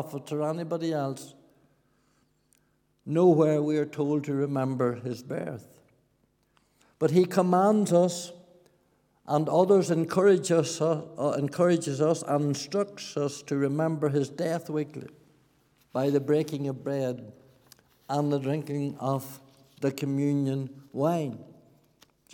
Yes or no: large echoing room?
yes